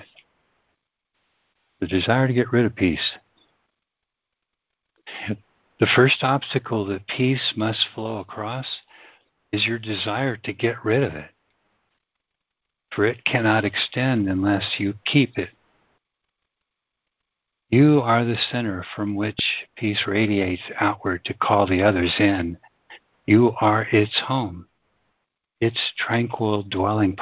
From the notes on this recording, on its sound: ACIM Daily Conference Call